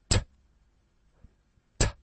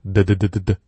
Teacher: 我们这两个音呢是舌头啊顶着上齿龈，就是上面牙齿后面的那个位置顶着这个，然后堵住气，然后通过这气啪，这个气流通过爆破出来，发出这两个音，舌头舔上去，然后 tt，我们的嘴啊可能也会跟着动一下，然后 dd，声带震动 d d d dd，非常简单。我们来放在单词当中回想一下 time 时间 time 气出来，狗 dogdog，非常好，这不都会了吗？这几个音啊，我相信大家天生都会说。因为天，你看这 t 不就出来了吗？天，老外问你天安门怎么去啊？Where